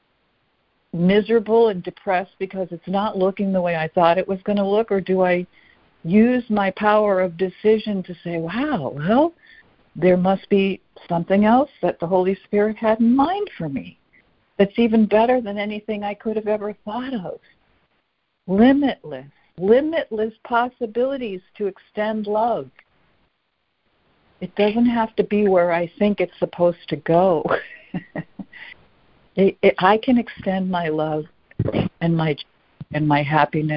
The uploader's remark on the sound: ACIM Daily Conference Call